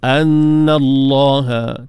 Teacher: taghlizul lam, tebal pada lam, lafzul jalalah.